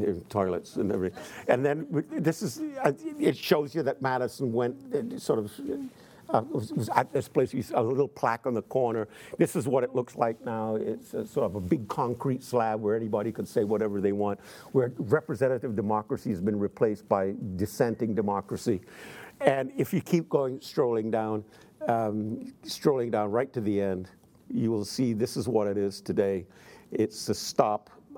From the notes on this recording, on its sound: in front of a teacher audience